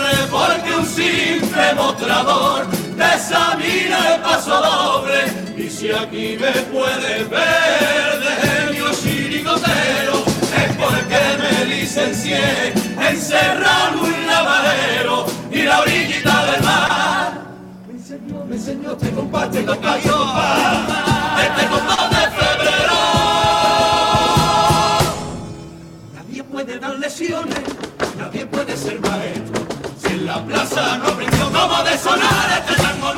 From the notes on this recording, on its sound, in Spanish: En directo desde el Gran Teatro Falla de Cádiz. Concurso Oficial de Agrupaciones Carnavalescas del Carnaval de Cádiz 2024 en Onda Cero.